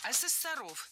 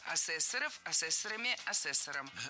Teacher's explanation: Существительное «ассессор» имеет неподвижное ударение на втором слоге. · Shown in: second take · Ну а раз оно неподвижное, значит мы его не двигаем при изменении слова.